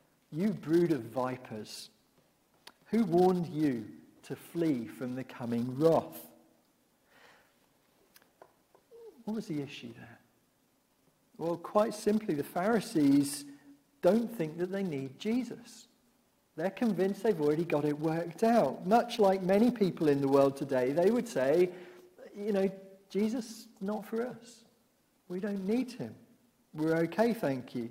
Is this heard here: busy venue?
no